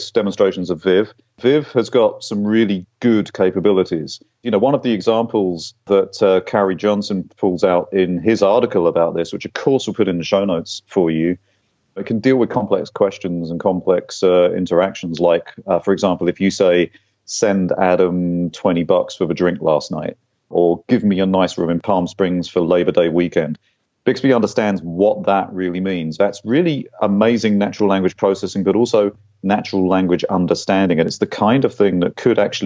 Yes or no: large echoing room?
no